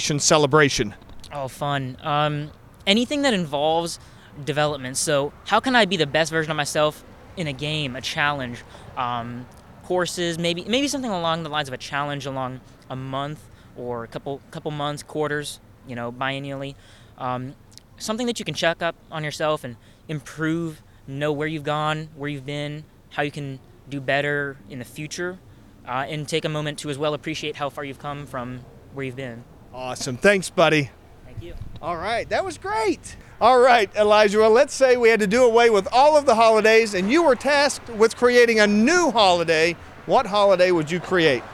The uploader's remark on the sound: Here at Bar 101. First Tuesday event, a regular gathering for the young professionals group. The buzz inside is so loud that we decide to take our conversation outdoors.